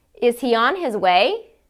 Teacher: Do you hear that rise in your intonation? · Term: rising intonation